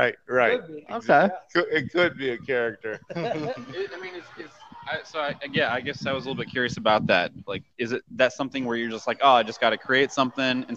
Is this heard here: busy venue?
yes